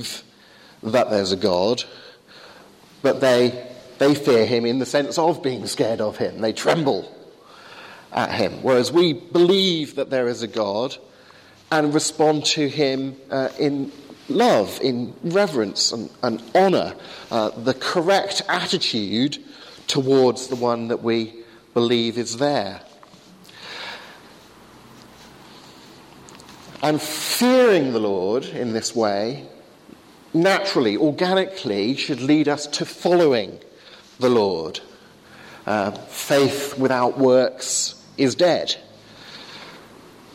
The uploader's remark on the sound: Sermon on Psalm 128 at the 8am service, Highfield Church Southampton.